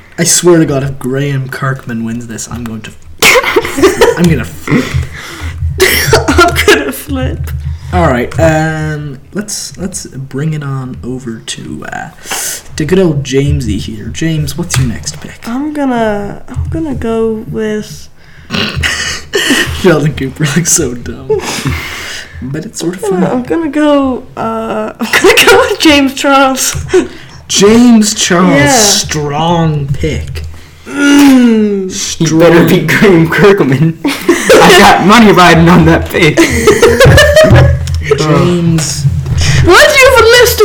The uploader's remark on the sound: Just enjoy the blown out audio.